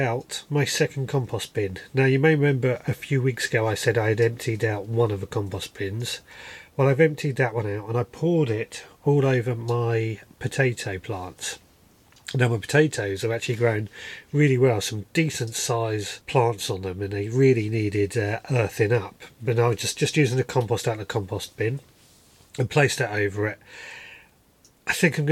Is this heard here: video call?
no